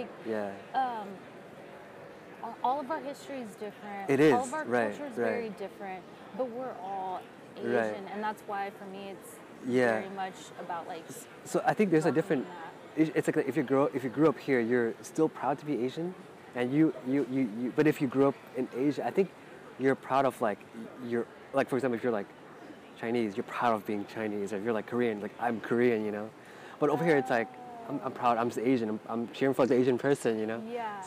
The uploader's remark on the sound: We recorded the episode outdoors so sorry for the background noise (makes it more natural).